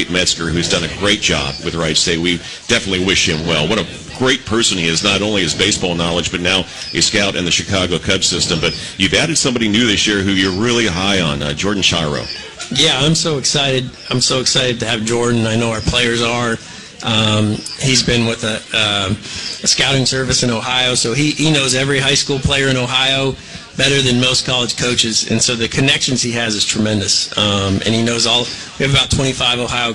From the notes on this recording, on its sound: live at Mode X for the coaches show this past Monday night